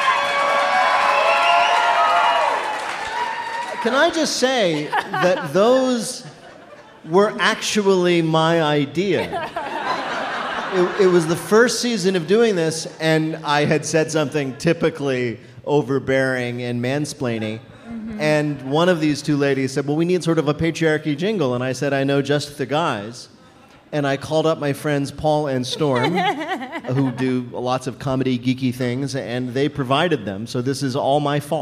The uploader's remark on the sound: GoT 7.8: Live Season 7 Recap Party. About 400 wildlings met up in Chicago’s Lincoln Square for one last recap of Season 7. This episode was recorded in front of a live audience at the DANK House.